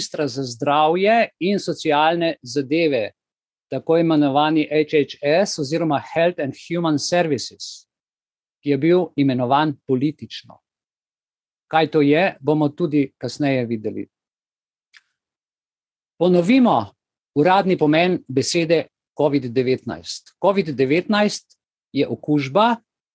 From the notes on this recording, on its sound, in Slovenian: Zoom srečanju, ki je pred vami